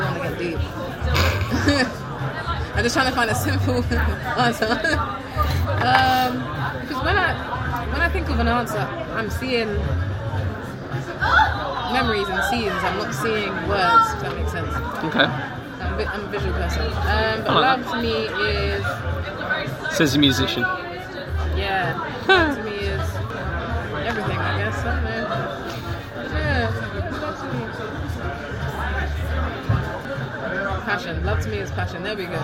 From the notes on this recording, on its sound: BFI Southbank background noise!